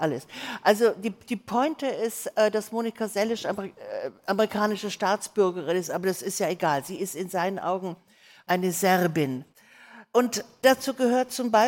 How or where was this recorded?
live audience